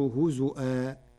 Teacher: قرأ ورش كلمة هزوا بهمز الواو فتصير هزؤا